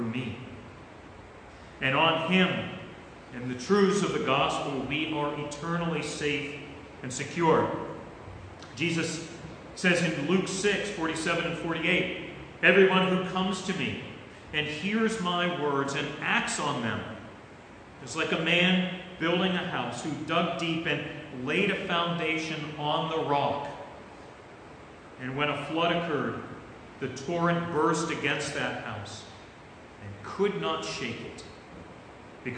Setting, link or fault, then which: setting, large echoing room